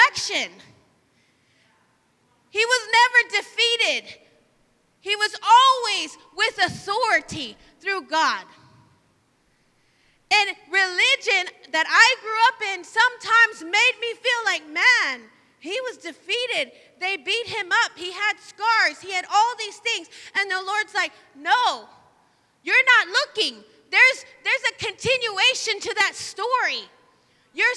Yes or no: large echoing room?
yes